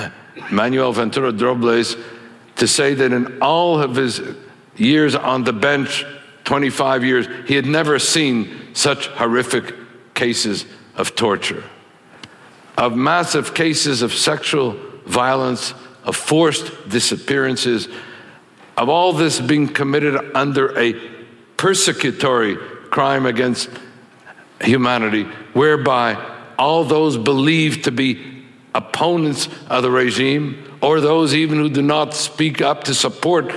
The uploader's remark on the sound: speaks at ideacity's 20th anniversary conference